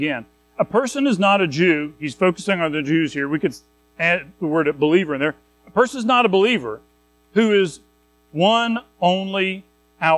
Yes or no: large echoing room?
yes